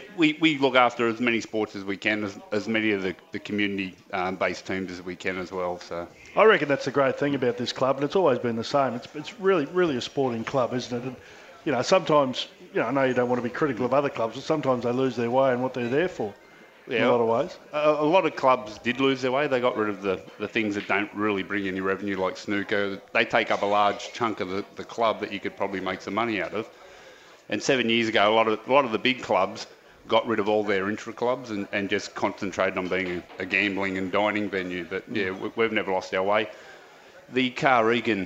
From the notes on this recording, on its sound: broadcast live from Wenty Leagues